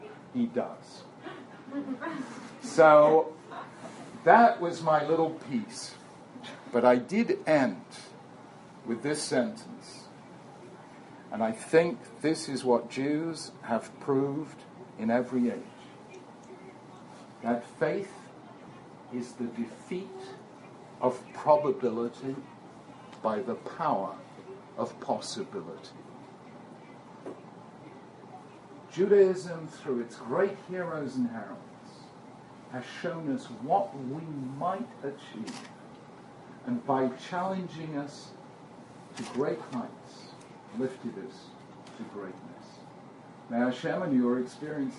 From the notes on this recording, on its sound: This is a recording of a talk given to Mechina students at Stern College for Women at Yeshiva University.